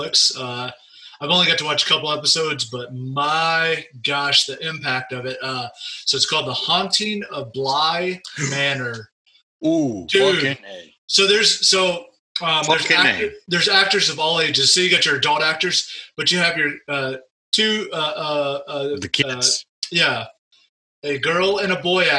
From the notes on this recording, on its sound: I dragged the zoom file into my software. It ran short by around 30 minutes. I used my MP3 convertor which removes the video and render the audio.